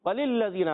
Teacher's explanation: पहले लाम को दूसरे लाम से मिलाएंगे क्योंकि दूसरा लाम मुशद्दद है, जरा रुक कर अदा करेंगे